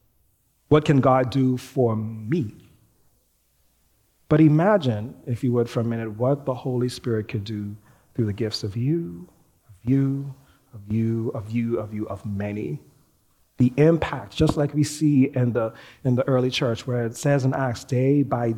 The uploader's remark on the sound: Recorded live at New Providence Community Church.